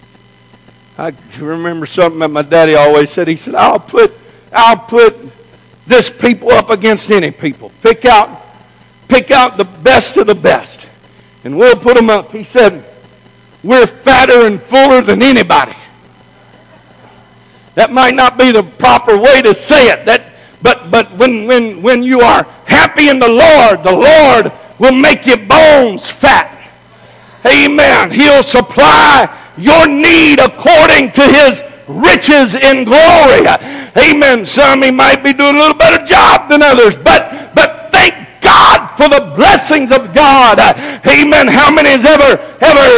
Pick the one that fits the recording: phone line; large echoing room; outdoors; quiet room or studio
large echoing room